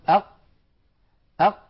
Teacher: أق ينقفل مخرجها انقفالا تاما، فهي حرف مجهور ليست من حروف الهمس، وهي حرف شديد لأنها من حروف أجد قطن بكت أجد قطن.